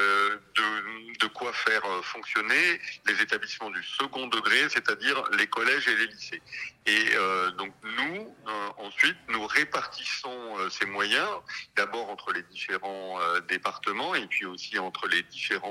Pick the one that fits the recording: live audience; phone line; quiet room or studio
phone line